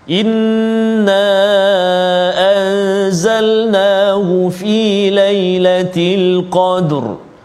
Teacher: hukum ra tafkhim yang ini ra tebal ketika waqaf dalam ayat yang pertama, ayat kedua dan ayat ketiga antaranya.